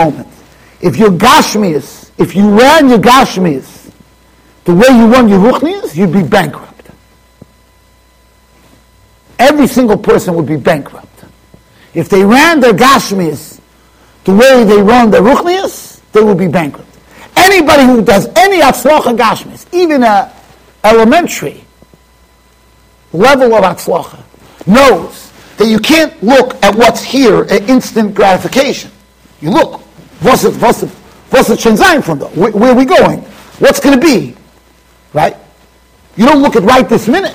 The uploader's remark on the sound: Shiur recorded in Yeshivas Ohr Reuven, Monsey NY.